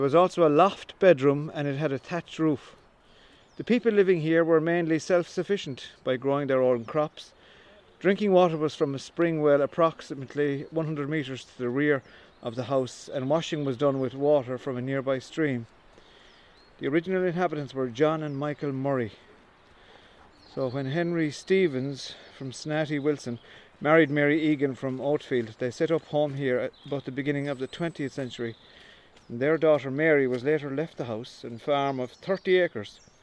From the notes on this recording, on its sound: The three intrepid walkers start in Belvoir car park. Recorded over one day at the start of April 2023 typical Irish weather was encountered with rain, wind and sunshine all making an appearance. Paid a visit on their trek to the Sunyata Buddhist centre located on the hills.